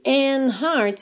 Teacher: você pode não pronunciar o D de and